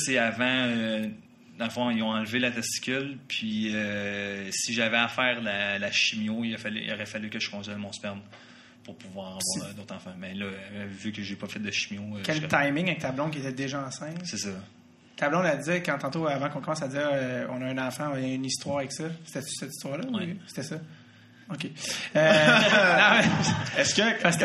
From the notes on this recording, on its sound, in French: On vous présente ici le 2e épisode enregistré devant public en juillet 2017 dans le cadre du Zoofest!